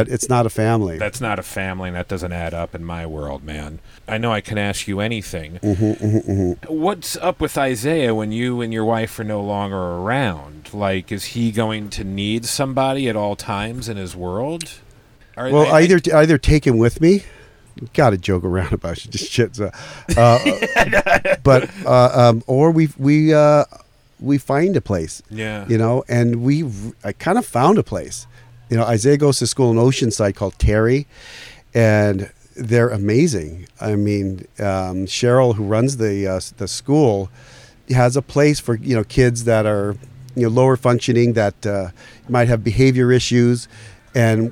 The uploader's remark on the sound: Our first episode recorded in the #YEWbus